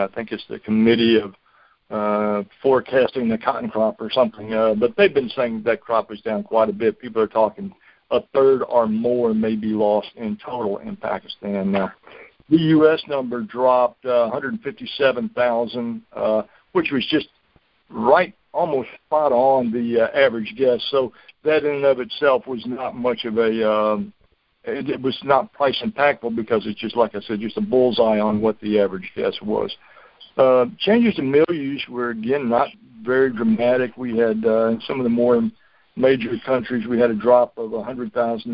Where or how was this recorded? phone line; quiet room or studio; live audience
phone line